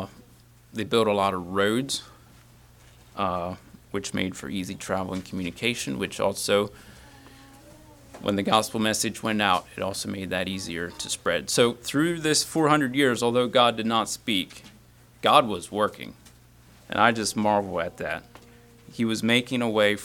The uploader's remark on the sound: Message preached at Word of Hope on Sunday, December 3, 2023